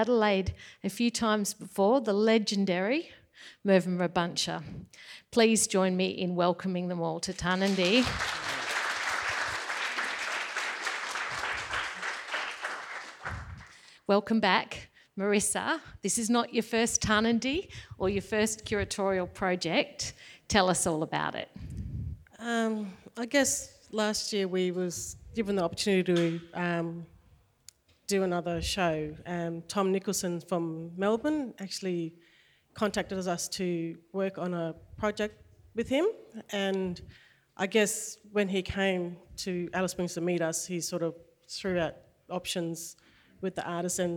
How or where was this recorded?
live audience